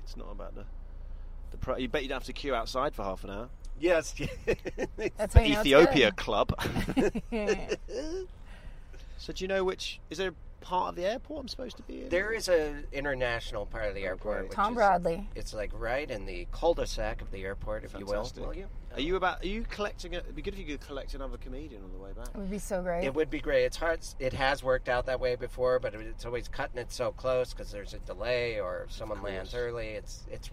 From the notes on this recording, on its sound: Traverse the perils of driving in LA. No dodgy neighborhoods or potholes will stop our hilarious hosts from getting this British standup to LAX.